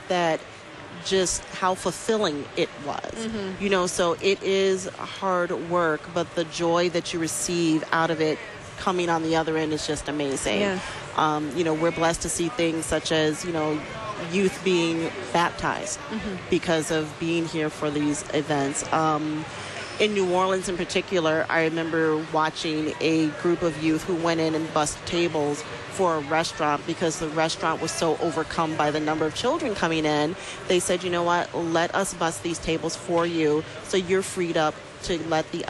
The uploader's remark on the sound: Live from the 2019 LCMS National Youth Gathering. Community Life Builder for the 2019 NYG in Minneapolis, Minnesota.